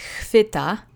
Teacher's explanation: Remember, the CH letter combination is pronounced like an H, and you see the V sound again being softened into a F a little bit because it's so close to other consonants